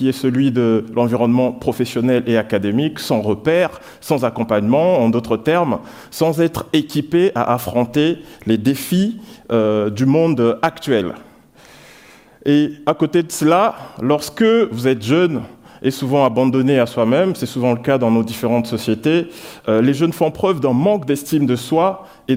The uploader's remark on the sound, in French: Sur le main stage de Paris Talks en Mars 2023. Ce talk a été enrégistré lors de d'édition 2023 du festival d'idées Paris Talks à la bibliothèque Nationale de France à Paris.